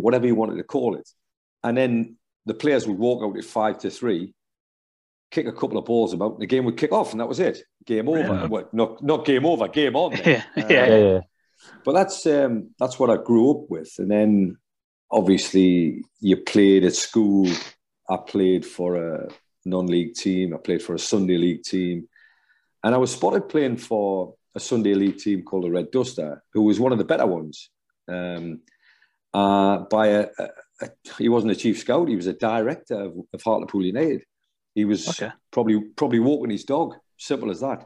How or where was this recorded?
video call